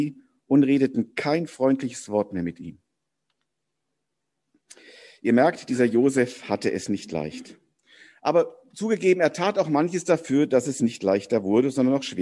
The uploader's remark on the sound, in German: Predigt im Rahmen eines von der Jugend gestalteten Gottesdienstes